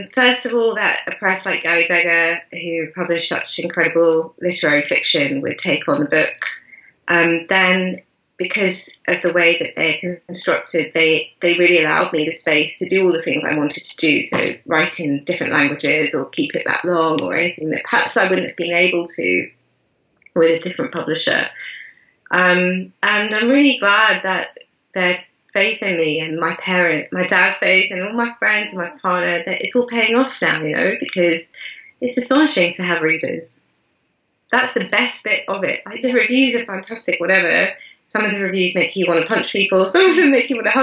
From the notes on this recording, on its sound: Quality iffy at very end due to poor connection!